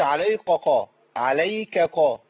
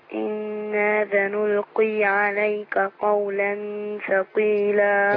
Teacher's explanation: كاف وبعدها قاف صح؟ عليك آخرها كاف وقولا أولها قاف، فما تخليش الاثنين قاف · Shown in: second take · ما قولش عليك قا، عليك قا.